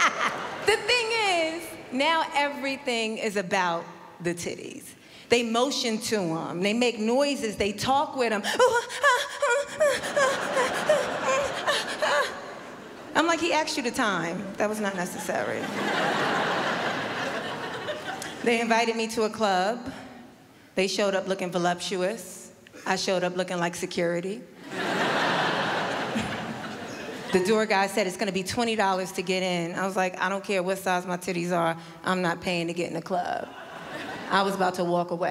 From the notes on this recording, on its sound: Melbourne International Comedy Festival's Opening Night Comedy Allstars Supershow. Palais Theatre.